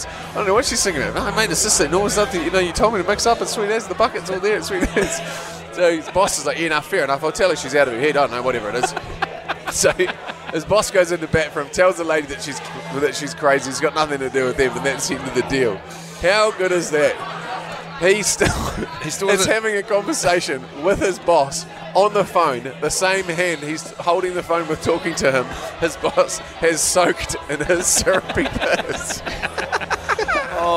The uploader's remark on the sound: This one's a throwback to when we broadcasted live from a pub.